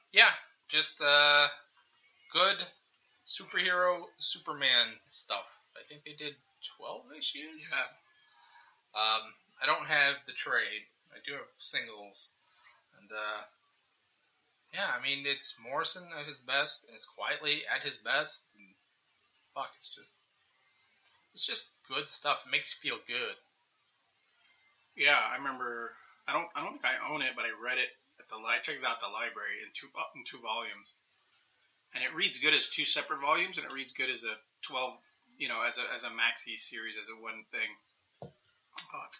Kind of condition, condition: fault, poor sound quality